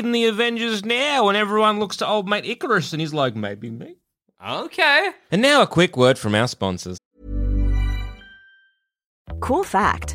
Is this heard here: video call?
no